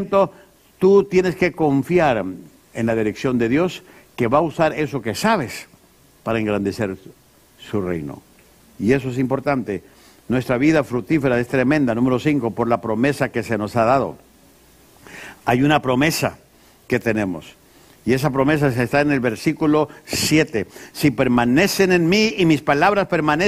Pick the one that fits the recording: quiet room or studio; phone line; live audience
live audience